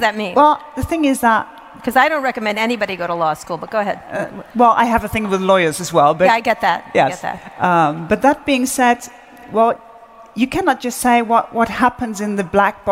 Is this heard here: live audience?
yes